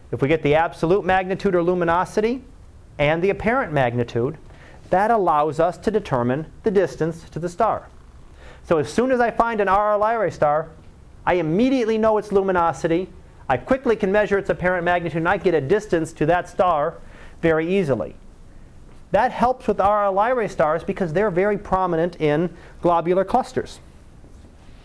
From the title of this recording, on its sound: Live Class Lecture